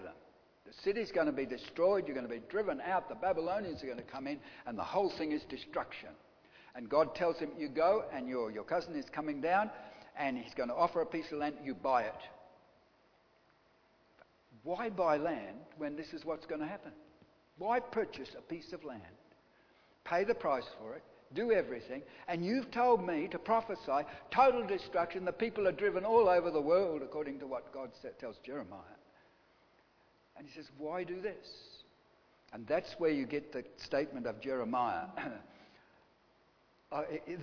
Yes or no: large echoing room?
yes